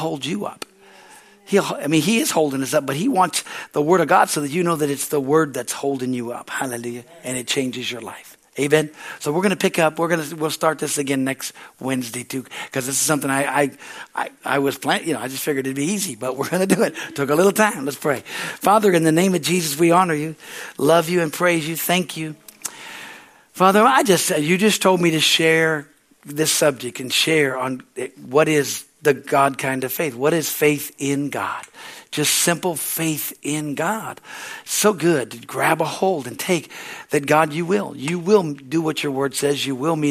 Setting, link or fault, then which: setting, large echoing room